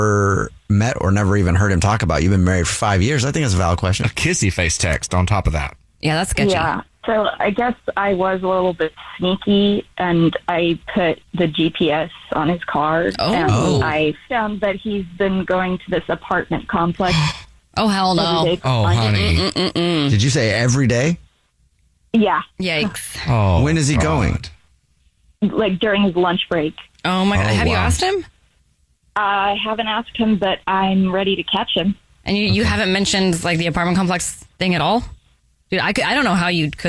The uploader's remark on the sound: on the phone today